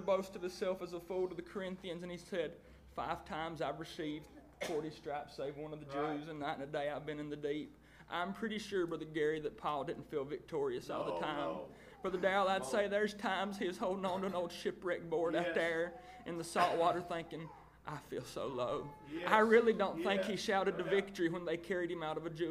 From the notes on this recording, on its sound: First preached at Craigsville Holiness Church Labor Day Weekend 2019.